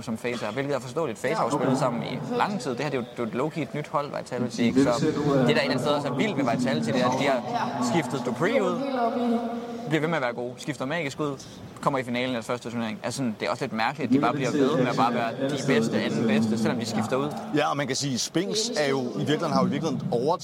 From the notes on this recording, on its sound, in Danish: LIVE FRA ROYAL ARENA.